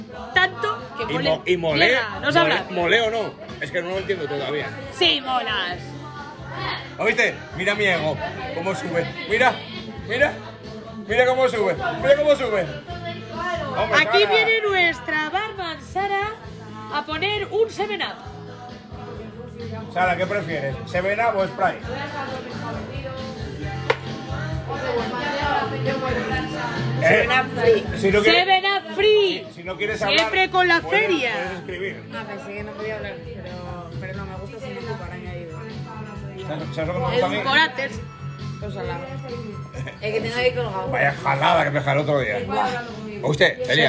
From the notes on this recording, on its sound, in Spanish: Un podcast desenfadado y loco grabado en la feria.